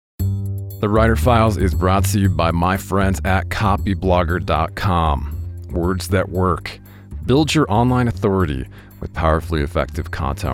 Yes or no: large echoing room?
no